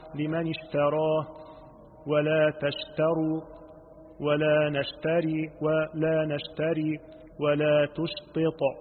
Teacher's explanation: ذكر الشين وهو حرف متفش مهموس فإن أتى ساكنا فيلزم تلخيصه وبيان تفشيه